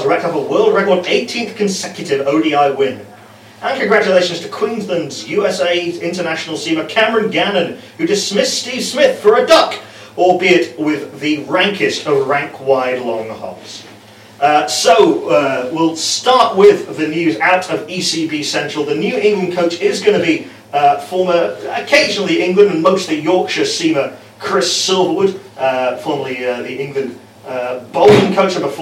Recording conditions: poor sound quality